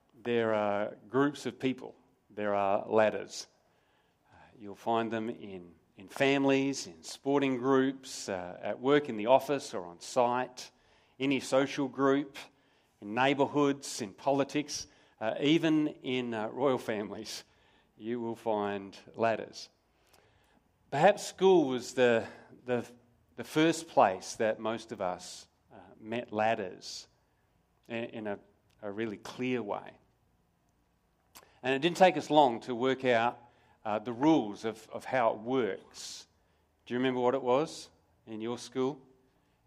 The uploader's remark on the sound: Sermon recorded live from Morley Baptist Church